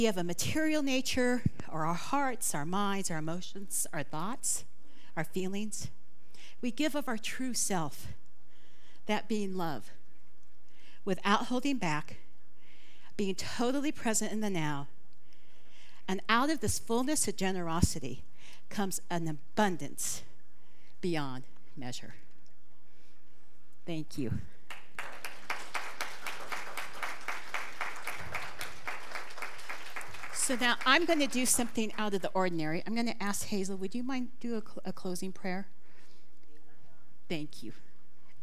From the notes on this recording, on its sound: This talk was recorded live at the Center for Spiritual Living Prescott on May 21, 2023.